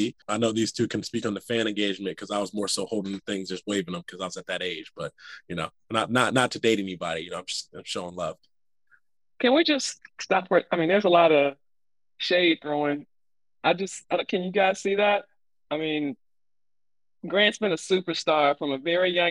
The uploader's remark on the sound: Via Zoom.